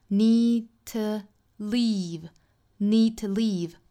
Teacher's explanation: need 后面的 d 的发音不发， need to leave 后面两个都是紧音， need to leave need toleave，跟第一个单词 keep 是一样的，不要发成了 keep，应该是 keep。还有一个词我们要注